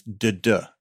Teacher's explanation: And an I am is duh-duh. So the second syllable is emphasized.